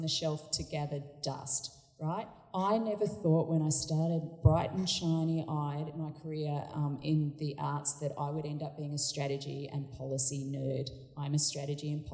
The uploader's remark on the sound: This podcast has been recorded at Communicating the Arts Sydney 12-14 November 2019